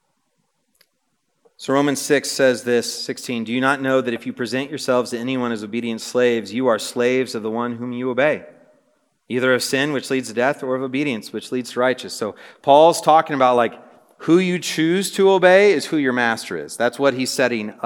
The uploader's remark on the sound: This message was preached on January 25, 2024 at a Thursday Night Gathering of Coram Deo College Ministry.